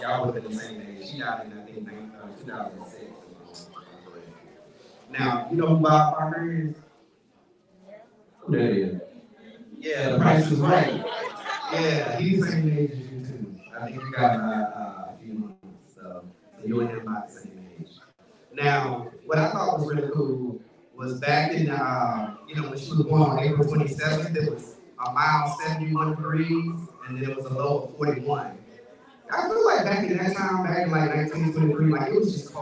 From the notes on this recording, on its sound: Audio is not great.